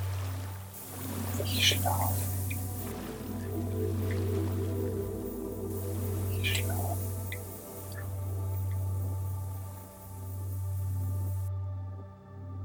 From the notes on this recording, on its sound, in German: In dieser Folge hörst du eine Aufnahme, die ich an einem kleinen verfallenen Shiva Tempel am Hooghly River gemacht. Die hochwertige Audio-Aufnahmen, die ich hier in Indien gemacht habe umfasst das volle hörbare Klangspektrum.